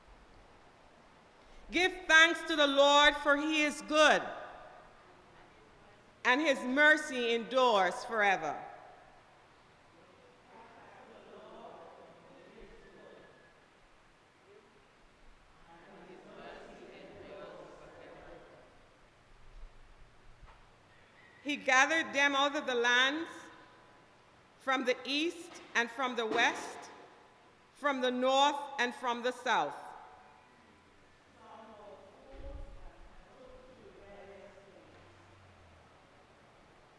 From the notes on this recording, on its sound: KeepItLoud Crew Live Sunday Service with St. John's Episcopal Church U.S.V.I.